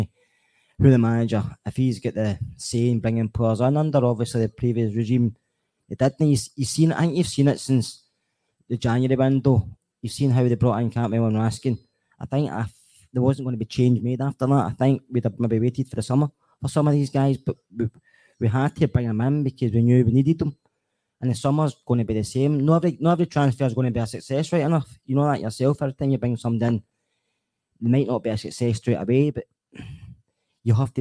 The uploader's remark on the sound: Rabble Live From Lounge72. The Rabble's first ever on the road Live Podcast.